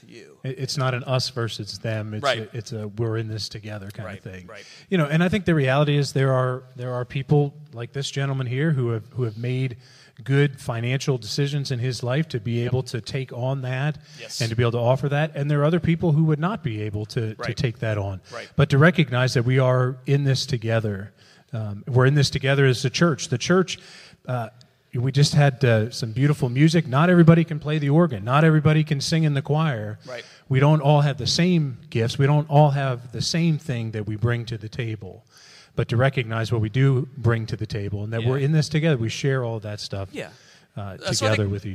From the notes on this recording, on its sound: LIVE from Presbytery. In this special live recorded episode from the floor of Scotia Valley Presbytery.